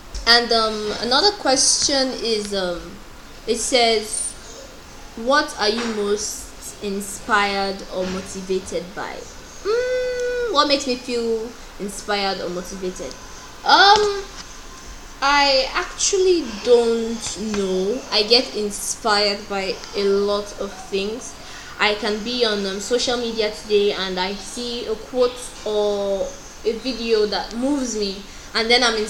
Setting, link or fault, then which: fault, sounds in the background